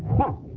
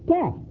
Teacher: This called ha, but it's in the throat and it affects the A sound. · Shown in: first take · So the A sound over this letter is pronounced ha.